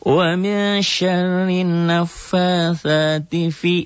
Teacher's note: fi-nya matobi enggak dibaca panjang matobi tidak dibaca panjang